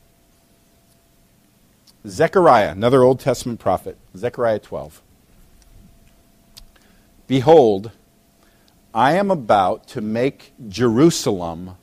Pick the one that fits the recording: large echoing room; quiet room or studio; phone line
large echoing room